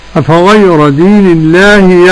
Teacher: قرأ ورش بترقيق الراء